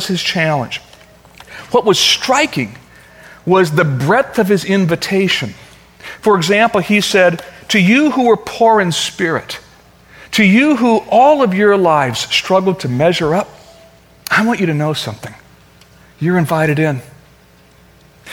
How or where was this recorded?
large echoing room